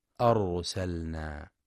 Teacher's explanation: ينتبه القارئ لتفخيم راء أرسلنا لأنها ساكنة وقبلها مفتوح